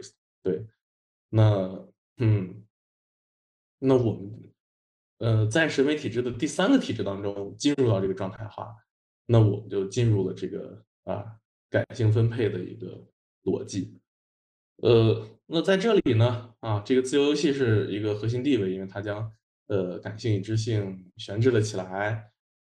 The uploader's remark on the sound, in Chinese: 本期节目为一次线上讨论的录音。